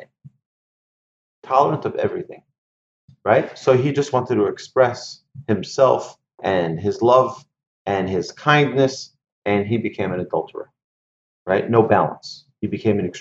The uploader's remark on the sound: Recorded presentation to an online audience on June 28, 2020, in Houston, Texas.